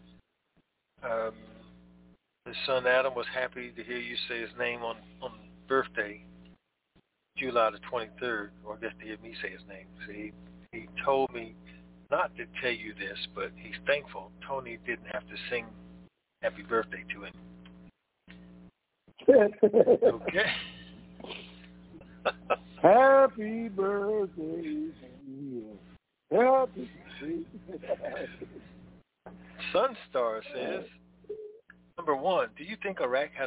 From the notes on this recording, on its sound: TNTSuperfantastic Conference Call